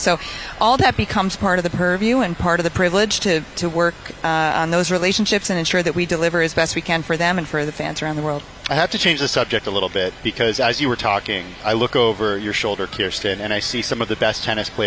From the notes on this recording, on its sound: live from the Open